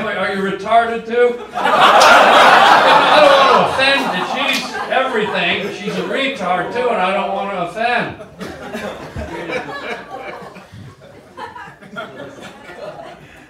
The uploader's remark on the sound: Live stand up comedy recorded on the Sunset Strip in Hollywood